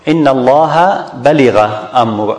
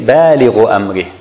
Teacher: So if you extend it for two حركات، that's mean you pronounce the مد الطبيعي. · Shown in: second take · If you make it less, it's just like you make فتحة and you ignore المد الطبيعي.